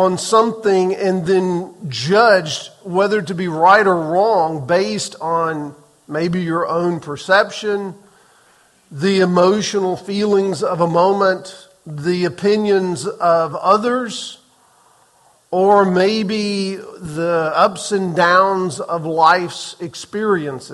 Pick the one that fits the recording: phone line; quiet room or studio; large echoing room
large echoing room